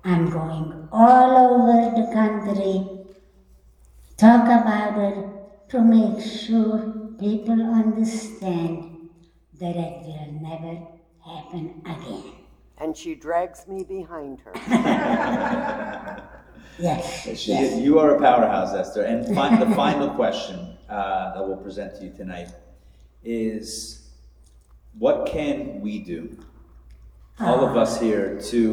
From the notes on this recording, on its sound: Recorded Live at The Torah Center ATL